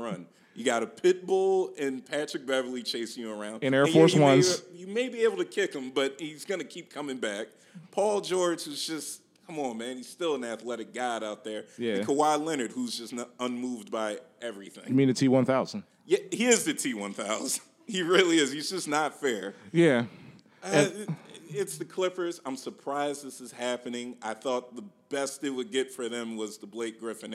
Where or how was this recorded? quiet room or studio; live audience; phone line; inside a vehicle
live audience